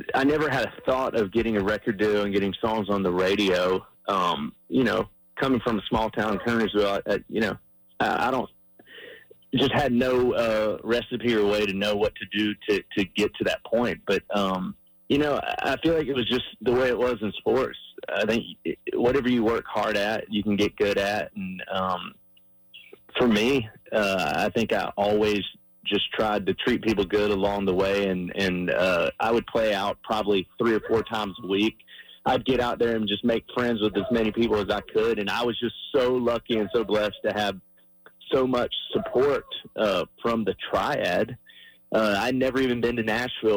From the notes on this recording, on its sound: called in to the morning show for an interview